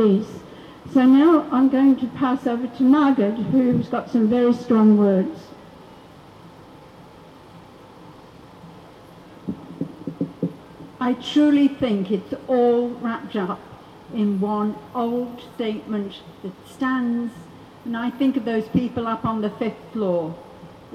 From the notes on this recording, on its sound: Rally for Peace 18 March 2022 outside the Hilton Hotel organised by JustPeace. Hilton Hotel Brisbane.